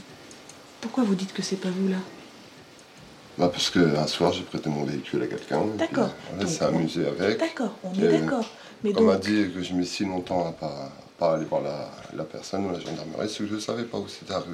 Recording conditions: large echoing room